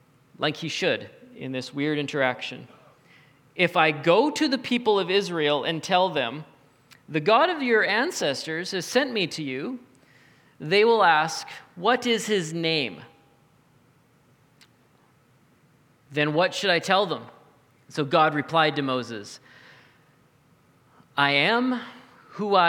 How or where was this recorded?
large echoing room